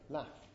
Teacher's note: Laugh, the way I produced it now, laugh, with a long R. In fact, if you are a northerner, then you would say laugh, shorter and higher